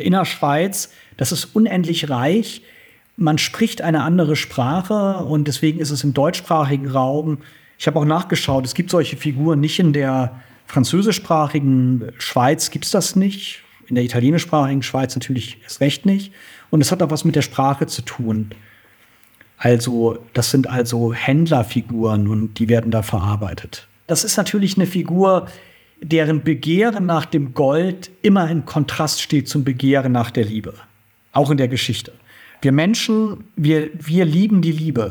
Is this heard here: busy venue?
no